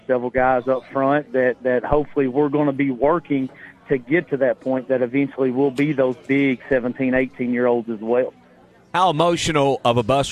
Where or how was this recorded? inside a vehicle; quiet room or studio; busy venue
busy venue